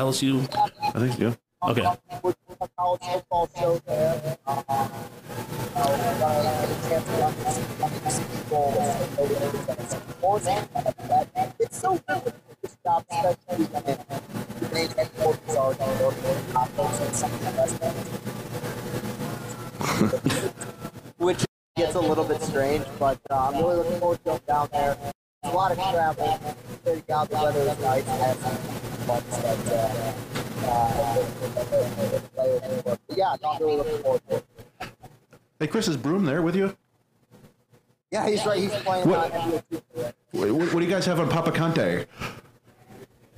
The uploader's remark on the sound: This was recorded live on Thursday, October 20th at the Woodward Sports Studio. Apologies on the audio quality but you will hear about that soon enough.